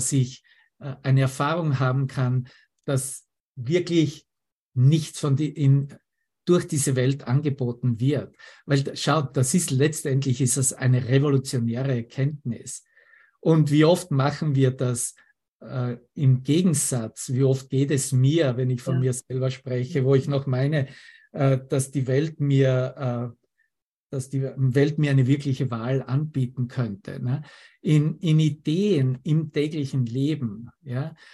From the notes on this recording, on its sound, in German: Zoom-Session